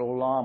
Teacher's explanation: a little more emphasis on the second syllable there